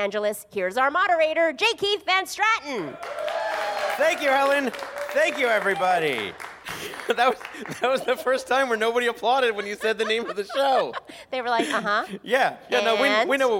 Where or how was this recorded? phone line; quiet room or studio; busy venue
busy venue